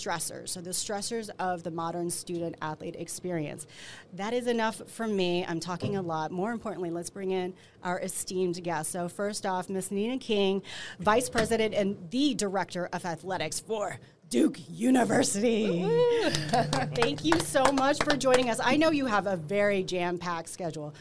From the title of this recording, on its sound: Live from Duke University